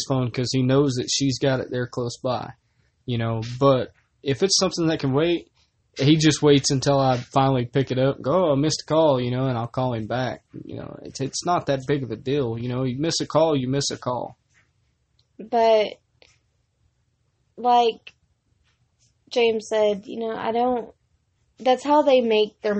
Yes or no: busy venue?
no